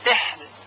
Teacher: را ساکن ما قبل ساکن ما قبل مکسور ترقیق میشه